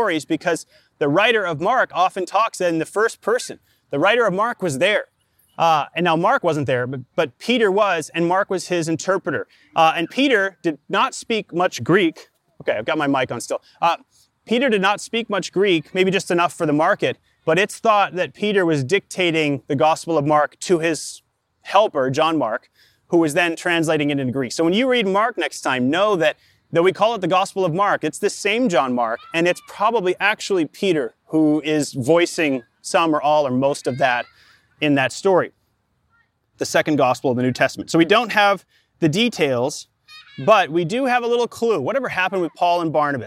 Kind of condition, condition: setting, outdoors